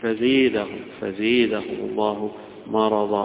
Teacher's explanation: فزادهم هذه يفتحها الجمهور ويميلها ابن عامر بخلف عن هشام